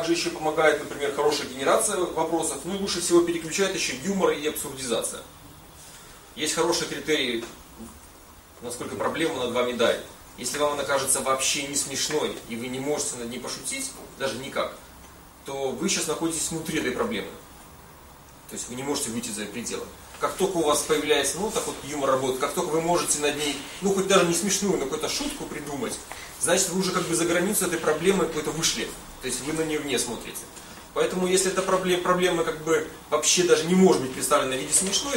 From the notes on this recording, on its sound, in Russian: Запись лекции